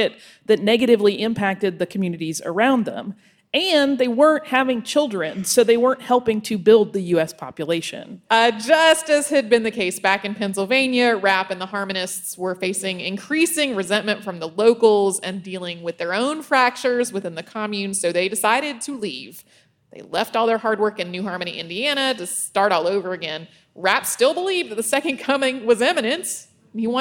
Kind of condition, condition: setting, live audience